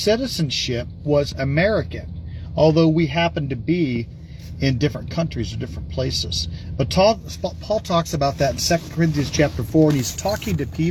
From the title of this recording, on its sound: Brown Bag In The Van